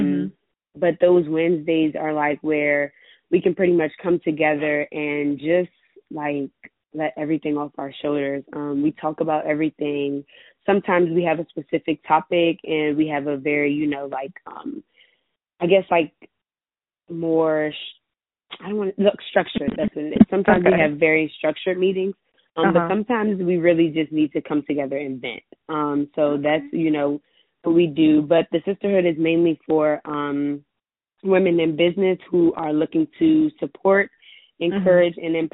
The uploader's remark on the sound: On the Phone